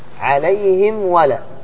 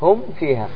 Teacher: هذه الأحرف كلها أحرف الإظهار، ومعنى الإظهار البيان، أي أن تنطق بالميم الساكنة من دون غنة